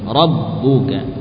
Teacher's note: Rabbuka, ba syiddah, sehingga cenderung berhenti suara ba musyaddadah. Huruf ba yang bertasydid cenderung berhenti